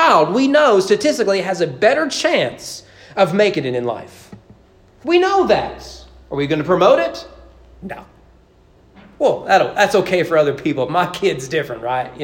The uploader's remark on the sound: Sermon preached on January 31, 2022 during evening worship at East Frankfort Baptist Church.